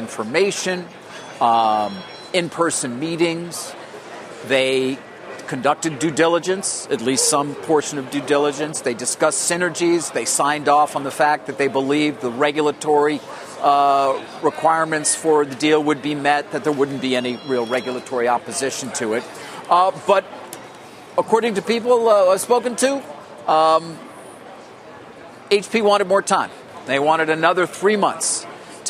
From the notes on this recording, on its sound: live from the Air Force Academy in Colorado